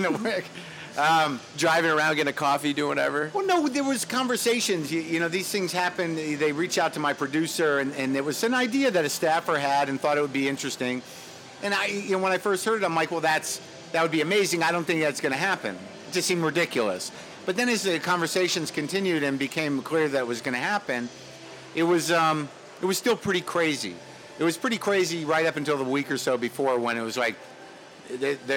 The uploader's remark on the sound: the first in a series of live interview's from INBOUND 2015